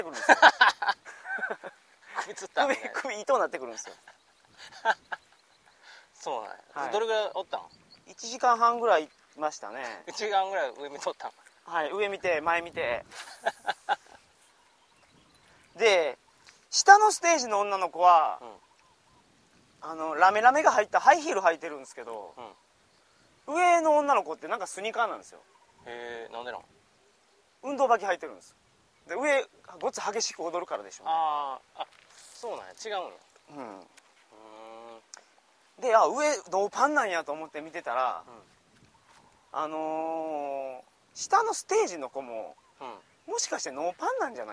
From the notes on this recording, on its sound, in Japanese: タイで幻の魚バラマンディ釣りに行ってきました。今週は釣りをしながら収録をしております。